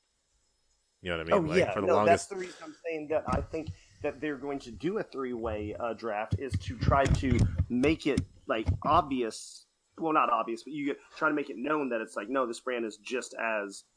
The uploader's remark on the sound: SORRY FOR QUALITY IN THIS ONE, WE APPARENTLY HAD SOME REAL BAD CONNECTION/WEATHER.